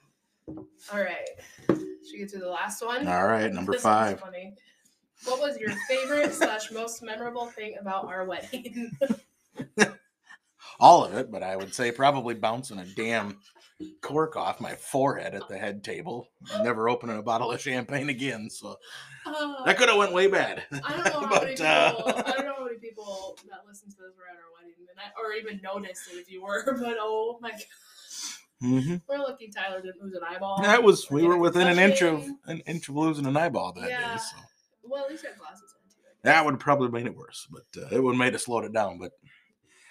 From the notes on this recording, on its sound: Sorry for the sound quality issues, we were too busy looking into each other's eyes to care.